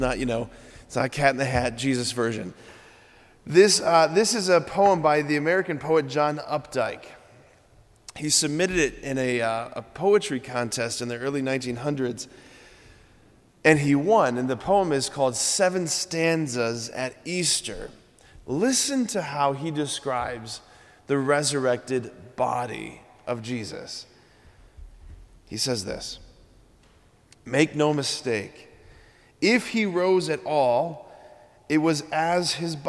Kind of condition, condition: setting, large echoing room